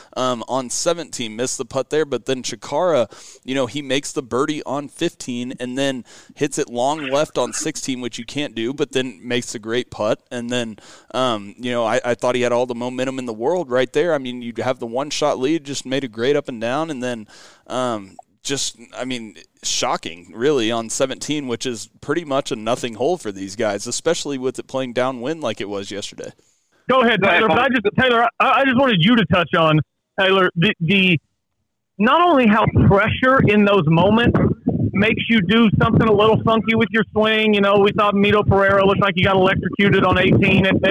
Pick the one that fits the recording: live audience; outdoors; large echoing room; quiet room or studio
outdoors